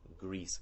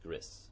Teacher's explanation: hyper corrections where they're adding I sounds to E sounds · Shown in: second take · And so you might have a word like Greece being pronounced gris.